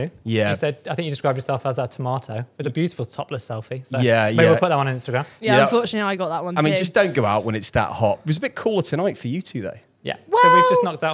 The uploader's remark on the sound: live at the Puma Run Club